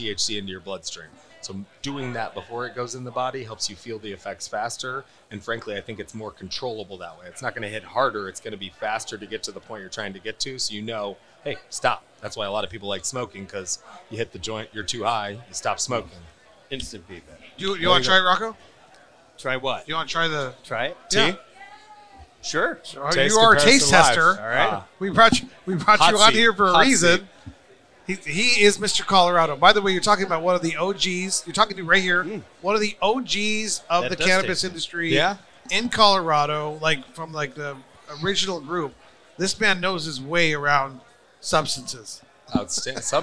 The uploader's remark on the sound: Recorded at MJUnpacked NYC.